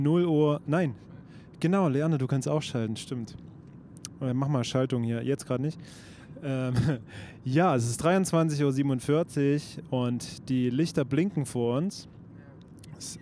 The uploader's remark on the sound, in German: 1 Mikro und 1 Auto. Zur Abwechslung wurde alles mit einem Mikrophon recordet, dabei aber trotzdem wie mittlerweile gewohnt nach dem Auftritt und einem langen Tag.